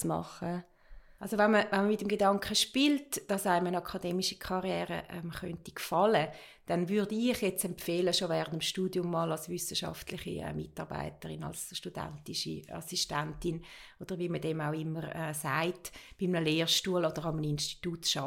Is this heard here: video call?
no